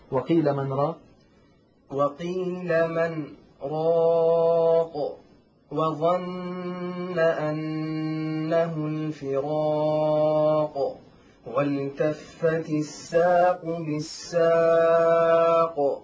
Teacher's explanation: سكنت هذه القاف سكونا عارضا بسبب الوقف، وبالتالي صارت حروف قلقلة